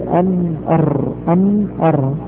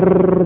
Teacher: حتى لأنك كررت الراء أر تجد أن رأس اللسان يرتعد